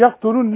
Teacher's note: القاف بتاعت يقتلون لازم تقلقل كل قاف